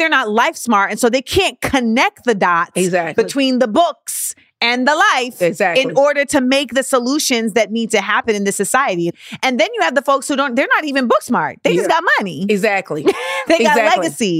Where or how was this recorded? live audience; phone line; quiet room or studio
quiet room or studio